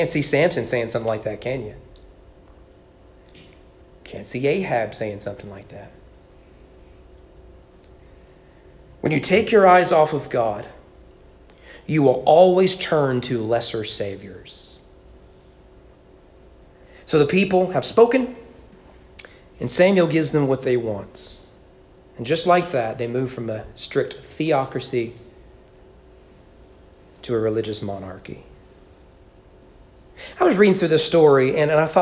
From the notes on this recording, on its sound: Sermon preached at East Frankfort Baptist Church in April 2022 during evening worship.